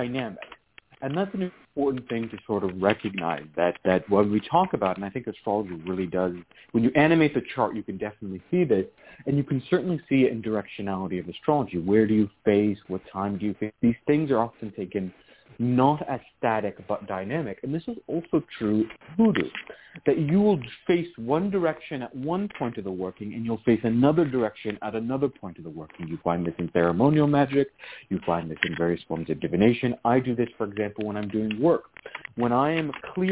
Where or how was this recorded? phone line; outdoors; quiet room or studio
phone line